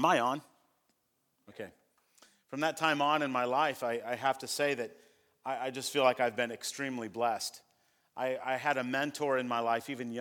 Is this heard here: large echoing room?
yes